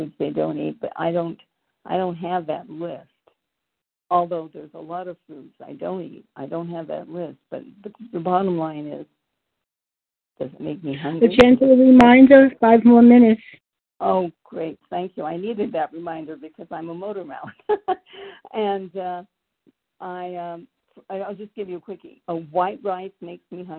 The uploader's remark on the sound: the 100 Pounders Phone Meeting, 9/23/23